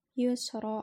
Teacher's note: roknya rok tafhim karena roknya adalah rok fathah dan harus dibaca tebal